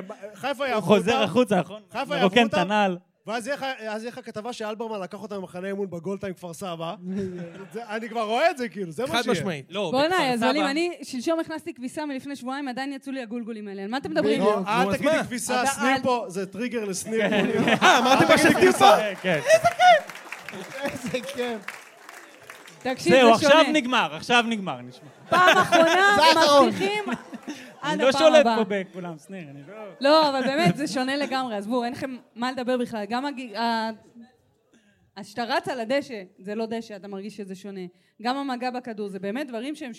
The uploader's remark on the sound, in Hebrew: במועדון הגריי בתל-אביב שהוקלטה ב-21 באוגוסט 2023